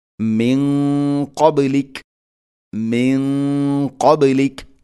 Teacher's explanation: നൂനിനെ അവ്യക്തമാക്കി മണിക്കണം. ഖാഫ് സ്വരഭാരത്തിൽ ഉച്ചരിക്കേണ്ട അക്ഷരമാണ്, ഇസ്തിഇലാഇന്റെ അക്ഷരമാണ്. അതുകൊണ്ട് തന്നെ അതിൻ്റെ കൂടെയുള്ള ഗുന്നയും കനപ്പിച്ചുകൊണ്ട് മണിക്കണം.